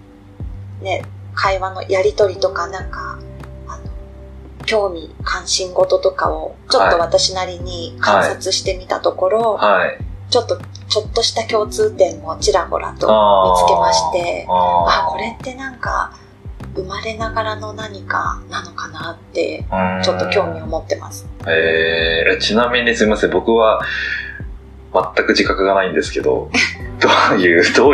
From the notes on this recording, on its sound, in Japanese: バックアップで録音していた「iPhone」で収録した音声を使用しております。そのため、いつもと比べて声が遠く音質も悪く大変申し訳ないですが。